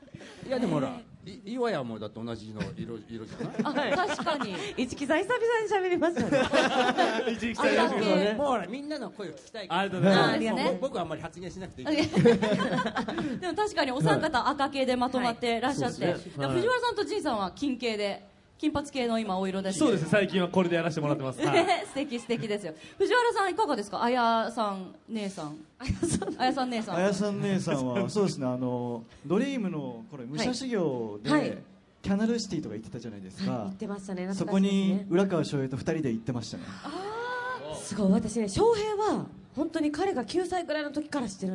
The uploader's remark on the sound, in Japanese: 大阪・松原市で行われた公開録音（前半）の模様